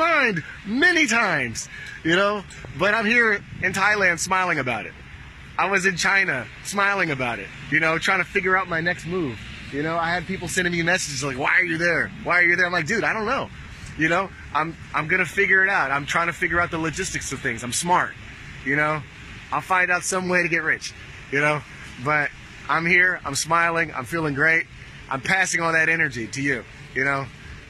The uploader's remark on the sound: Live from Pattaya Beach, Thailand